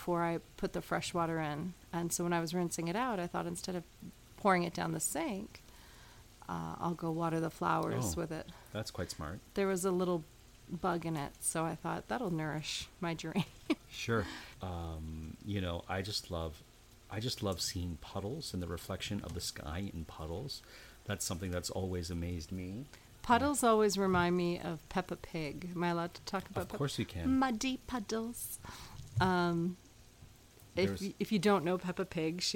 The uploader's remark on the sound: Take advantage of the pitter pater of the rain that is following when they decide to turn on the microphone and record an episode.